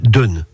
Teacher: sur les côtes du Bessin et dans le Cotentin, la voyelle s'est ouverte et l'on dit dune